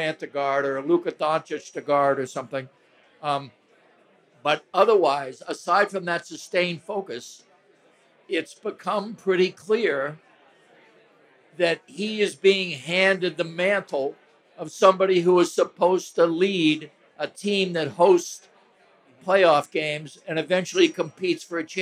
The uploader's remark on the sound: WolvesFest 2023. At Falling Knife Brewing Company for a live podcast where they answer in-person listener questions.